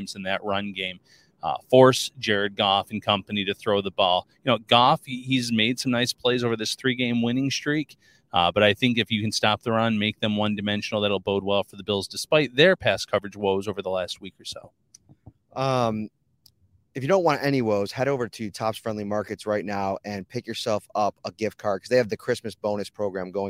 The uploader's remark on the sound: taped this week's preview podcast from the back of a JEEP rental car on the 403 in Canada